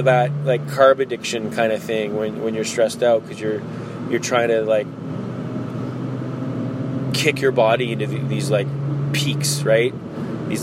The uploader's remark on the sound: This is recorded today in the car. The only chance I had to record was in the car today, so my apologies for the audio!